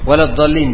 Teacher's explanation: امتداد حافة اللسان والصوت، مش بس امتداد حافة اللسان، يعني امتداد المخرج والصوت في مخرجها، مخرج الضاد يعني من اول الحافة الى اخرها حتى يصل الى مخرج اللام. ما هو اخر الضاد من طرف لام اللام، يبقى خدت بالك معايا؟ · Term: الاستطالة